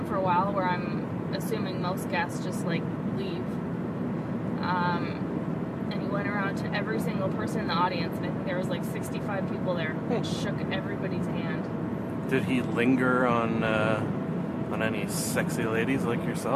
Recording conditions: inside a vehicle